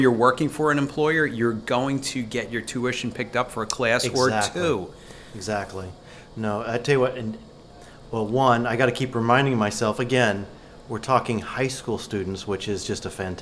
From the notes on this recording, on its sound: The members of the Bucks Chapter of the Pennsylvania Society of Land Surveyors (PSLS) recently hosted the Senior Scholarship Dinner for the students within the Bucks County Technical High School surveying program. Recorded conversations with the students, company sponsors.